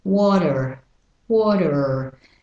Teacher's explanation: notice the T becomes a D and you need the American vowel.